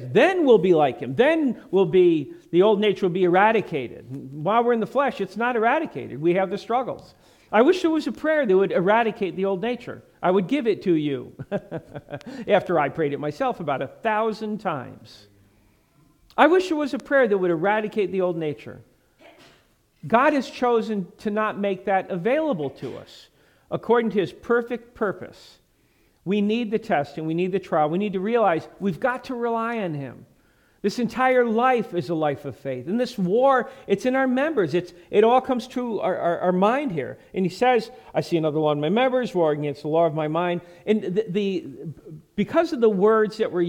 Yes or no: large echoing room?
yes